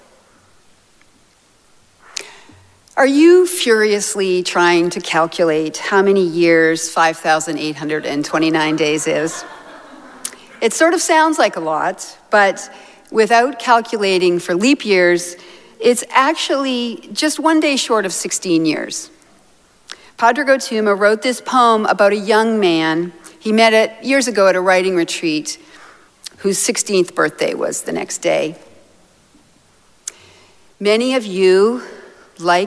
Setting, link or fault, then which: setting, large echoing room